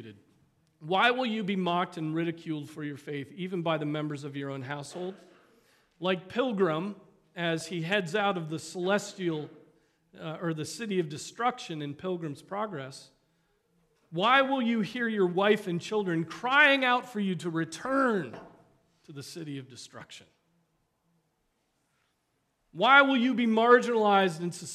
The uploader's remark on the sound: Preached on March 19, 2023 at Trinity Presbyterian Church